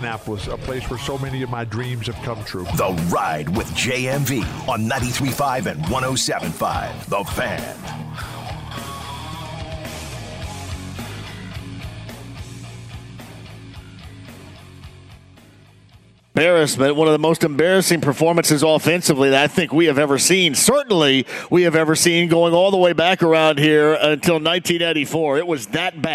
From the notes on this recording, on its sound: opens up the phone lines